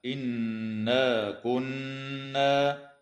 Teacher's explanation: وتغن النون المشددة في قوله تعالى: إنا كنا